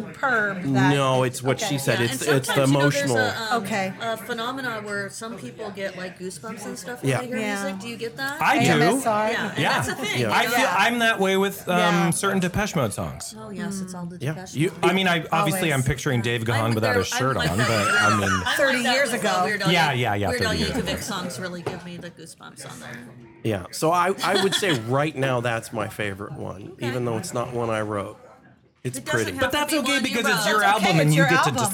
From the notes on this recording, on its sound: LIVE recording at the Bamboo Club in Long Beach